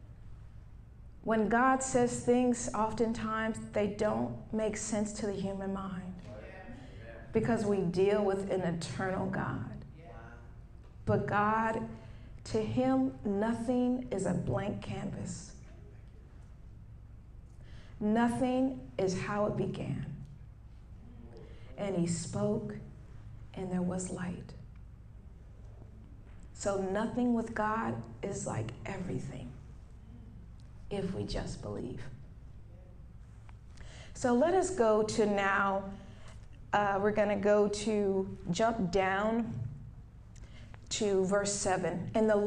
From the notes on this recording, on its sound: Wait For It-A Live Service. In this LIVE episode, which is a Sunday service.